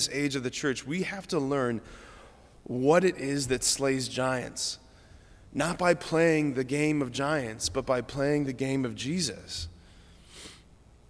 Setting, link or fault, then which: setting, large echoing room